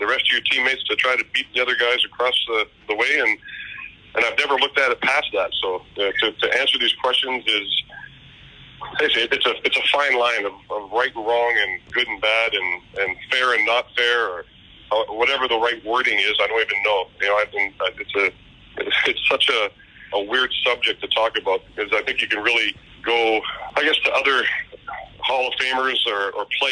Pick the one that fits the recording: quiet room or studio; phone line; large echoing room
phone line